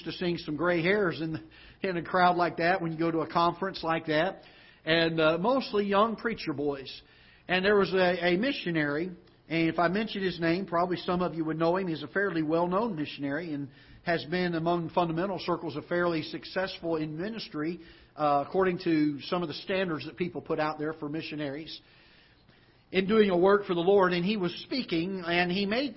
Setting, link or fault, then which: setting, large echoing room